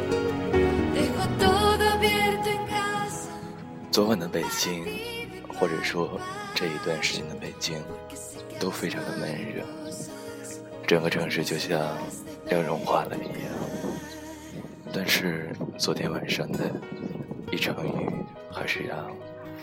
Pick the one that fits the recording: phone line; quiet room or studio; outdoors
outdoors